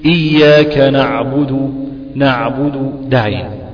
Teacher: توسط، بينية حصلت في حرف العين